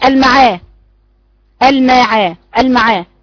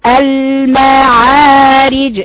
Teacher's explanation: كسرة الراء مش هتجيبها صحيحة والصحيح ادي يا بنتي توسط اللام ثم فتحت الميم ومخرجها الصحيح والعين عميقة من الحلق · Shown in: second take